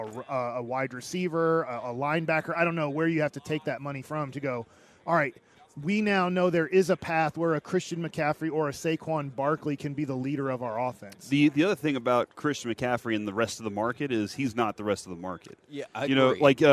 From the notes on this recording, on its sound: LIVE from Radio Row in Las Vegas!